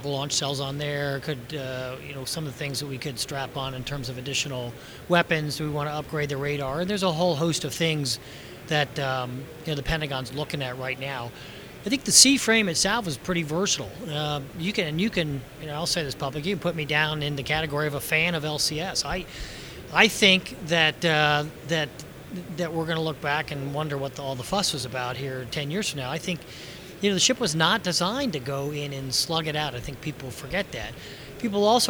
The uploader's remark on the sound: live from WEST 2018